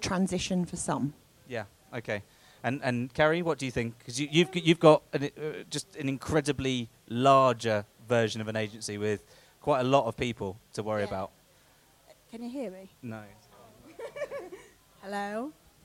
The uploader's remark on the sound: The Live Event in Brighton - The Tempest Inn